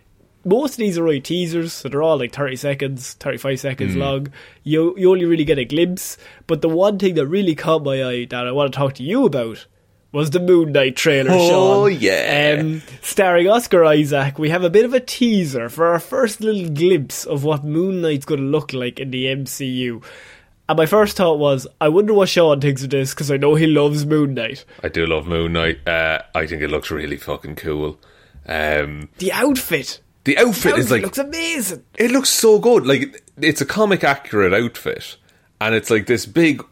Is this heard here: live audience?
no